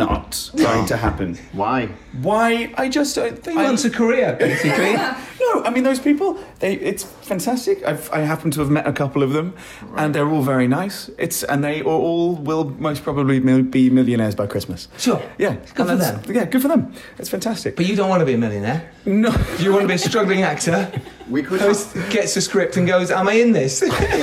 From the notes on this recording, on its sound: After the Screening at Popcorn Frights Film Festival in Miami. LIVE from Popcorn Frights Film Festival in Miami.